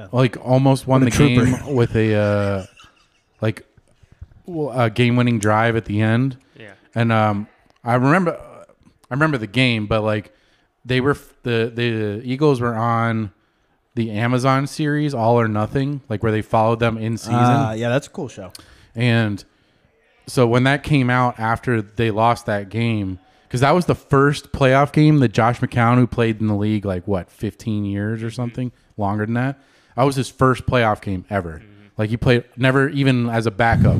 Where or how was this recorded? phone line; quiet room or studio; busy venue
busy venue